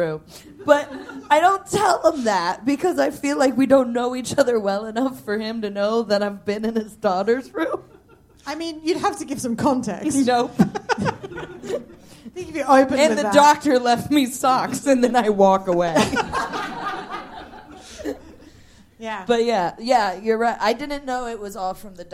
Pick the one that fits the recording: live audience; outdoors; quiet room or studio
live audience